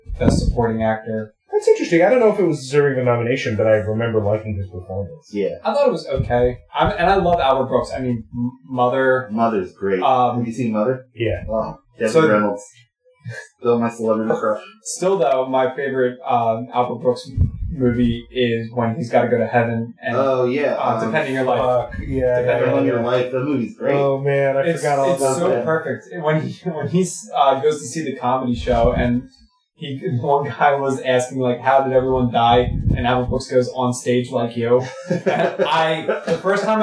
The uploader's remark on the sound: WE ACKNOWLEDGE THAT THE SOUND ON THIS EPISODE IS SUB-PAR AND WE APOLOGIZE FOR THAT! SOUND NOTES: The episode is rough. One was that what we were hearing through the headphones was NOT what was being captured by the laptop.